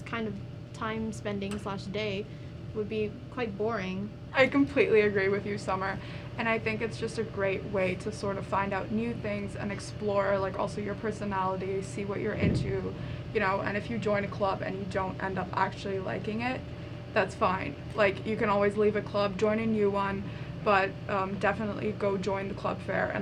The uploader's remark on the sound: Club Fair Edition. Sorry for the white noise in the background it's a one time mistake WE SWEAR.